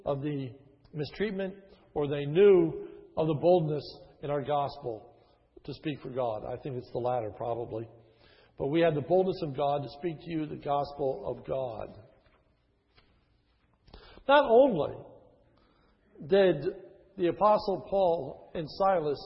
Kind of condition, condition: setting, large echoing room